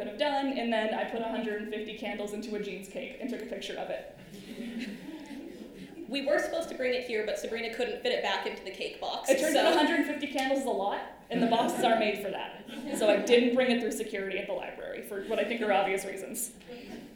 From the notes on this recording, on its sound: A live podcast recorded on November 8, 2023